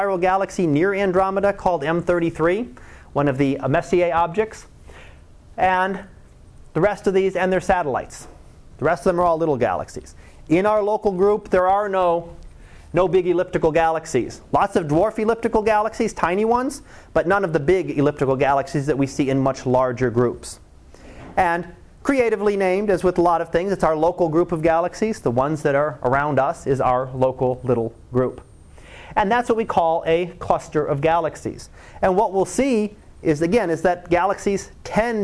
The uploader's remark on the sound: Live Class Lecture 2013 Nov 15